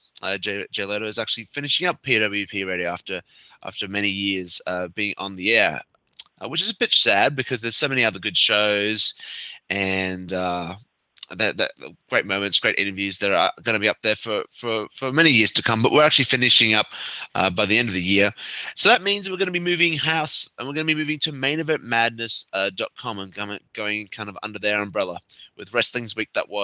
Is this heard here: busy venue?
no